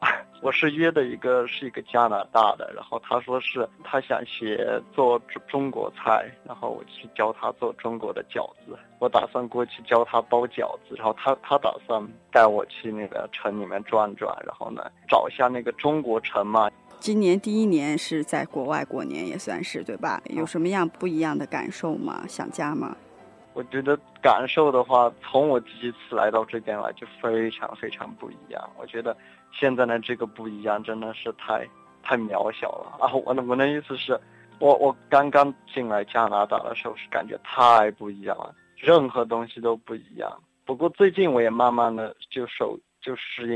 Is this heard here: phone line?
yes